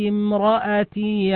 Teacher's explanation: الميم في كلمة امرأتي ساكنة ووقع بعدها حرف الراء، والراء من حروف الإظهار، فالحكم الإظهار الشفوي